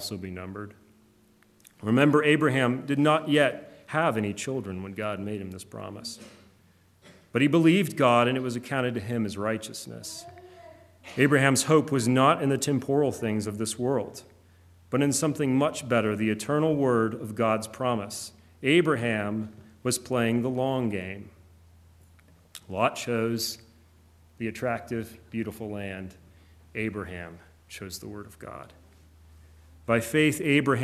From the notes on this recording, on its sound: Preached on January 23, 2024 at Trinity Presbyterian Church ( Evangel Presbytery ) in Spartanburg, SC. Funeral Sermon.